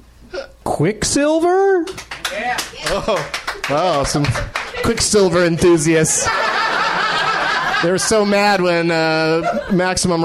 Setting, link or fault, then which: setting, live audience